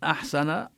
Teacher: هذه الحاء يعني يخرج معها النفس بكثرة أكثر من الحروف غير المهموسة · Term: حروف الهمس